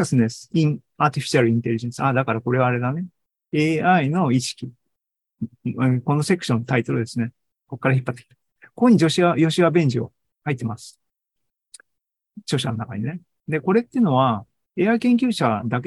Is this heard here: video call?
yes